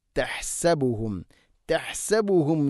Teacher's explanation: ഹന് ഹന്റെ മഖ്റജ് തൊണ്ടയുടെ മധ്യഭാഗമാണ്